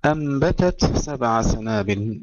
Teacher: ننتبه إلى إظهار التاء مع همسها قبل السين، لا نقول أنبت السبع إلا عند الذين يدغمون، أما القراء الذين يظهرون التاء عند السين فيجب أن نهمس لهم التاء جيدا.